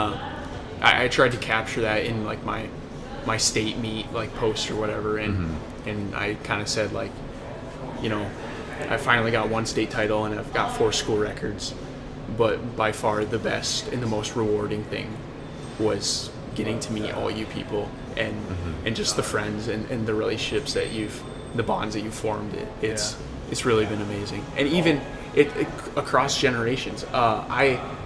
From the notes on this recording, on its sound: Recording live at See Dick Run